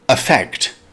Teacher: Pronounced affect with stress on the second syllable.